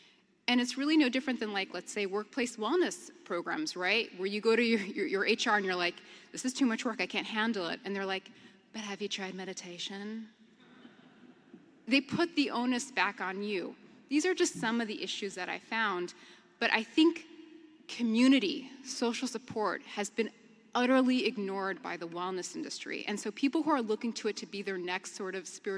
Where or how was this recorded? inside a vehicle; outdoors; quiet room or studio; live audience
live audience